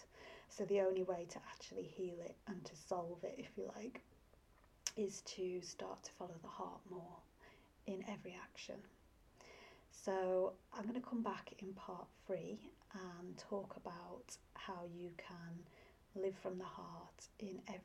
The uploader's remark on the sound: You may also need the sound turned up as I recorded this some time ago, without a mic!